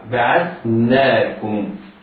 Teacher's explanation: النون بعدها ألف تمد مدا طبيعيا بمقدار حركتين